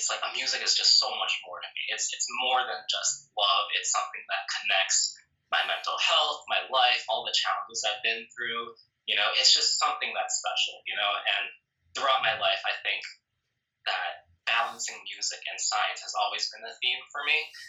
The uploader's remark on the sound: on an IG live